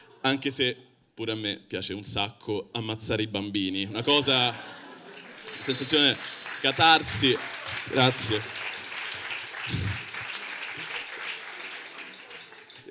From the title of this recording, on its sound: Open Mic Tour - Palermo - Comedy Central